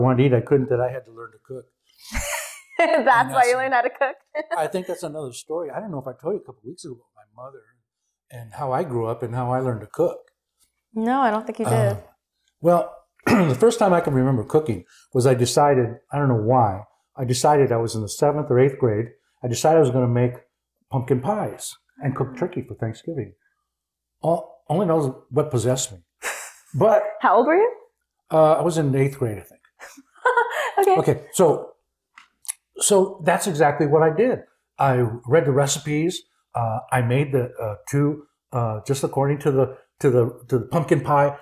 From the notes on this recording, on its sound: This is the unedited, unfiltered, pure and real take. Excuse the technical difficulty in this one.